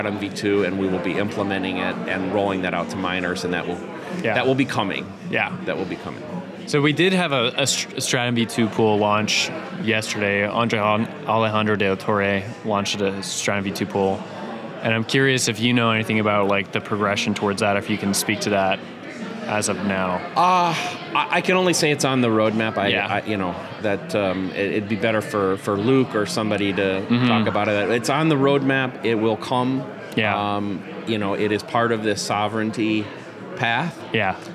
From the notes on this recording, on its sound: live from the South Carolina debut